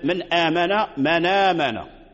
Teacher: حركة الهمزة أي حركة الفتح نقلناها إلى النون من من وحذفنا الهمزة · Term: النقل